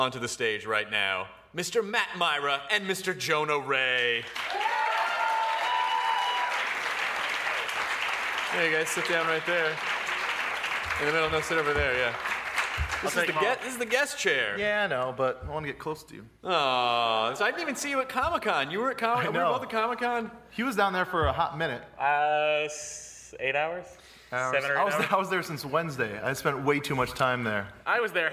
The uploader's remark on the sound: This podcast was recorded at Largo in front of many wonderful nerds